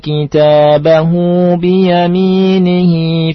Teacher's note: hu hi itu panjangnya dua harokat. Ini disebut mad silah sughra atau mad silah qasira.